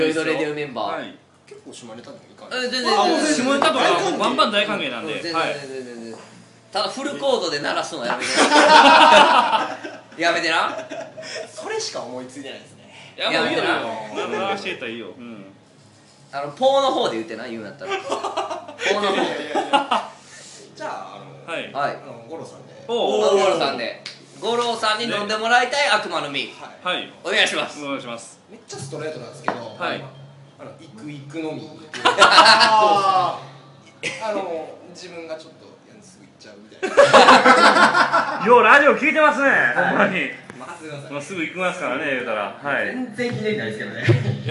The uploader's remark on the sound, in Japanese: いつものスタジオからカラオケボックスへと場所を変更してお送りします。4月30日に行われたチャリティーイベントの打ち上げ時に録音しました。